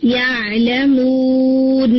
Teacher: مو مد لیٹر واو ہے اور مو کے بعد جو نون ہے اسے وقف کی صورت میں ساکن کر دیا جائے گا، تو اٹ وڈ بی یعلمون، تو یہ مد عارض سکون بن جائے گی.